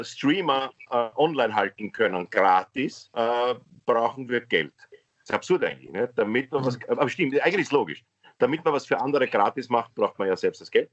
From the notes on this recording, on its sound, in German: Aufzeichnung einer Skype Session. Finden sie ihr Publikum, indem sie einander via Skype am Abend beim Reden zusehen.